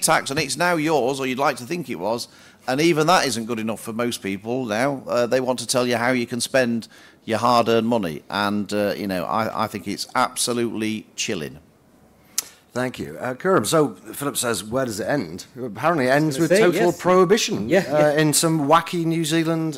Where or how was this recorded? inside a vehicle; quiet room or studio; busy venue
busy venue